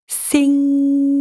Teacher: Hold on to the NG at the end of the word